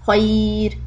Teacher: when you have the ra sukun then it's going to be soft. Khairun becomes خير.